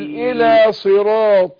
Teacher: أقول إلى صراط طم عشان ما نروحش على التاء